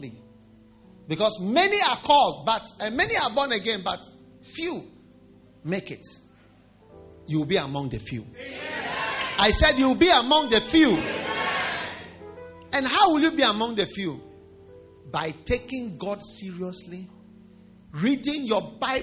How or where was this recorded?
large echoing room